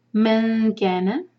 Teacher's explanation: من پر اخفاء، نون چھپائیں گے